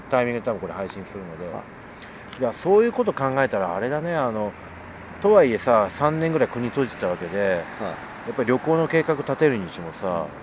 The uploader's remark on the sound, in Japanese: 今回の収録は札幌大通公園で